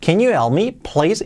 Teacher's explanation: como lo he dicho ahora, que la H de help casi la he omitido